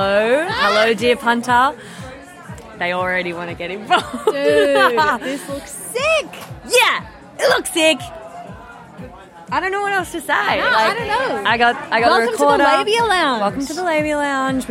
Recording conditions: busy venue